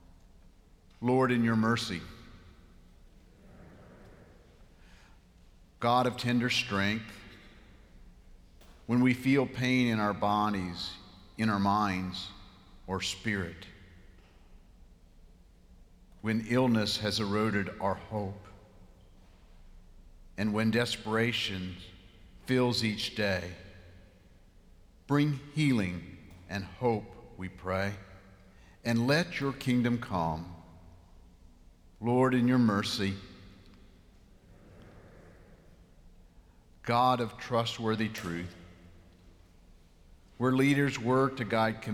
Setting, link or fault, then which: setting, large echoing room